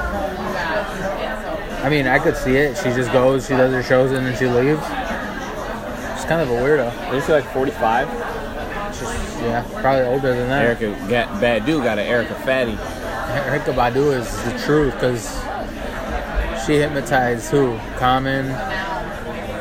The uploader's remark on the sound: live from Pub 819 in Hopkins